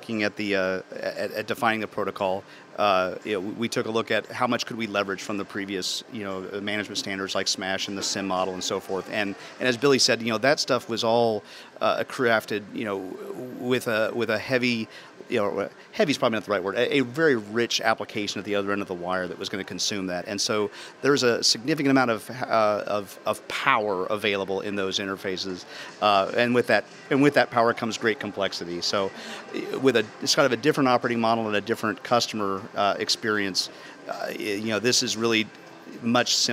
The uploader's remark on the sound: Archive of a livecast from the Intel Developer Forum.